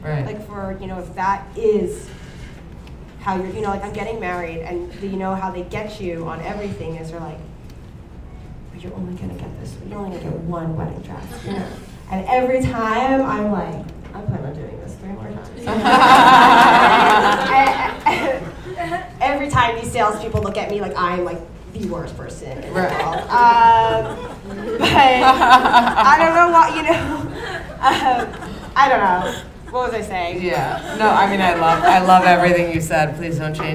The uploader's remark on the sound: In this live episode from Caroline's On Broadway.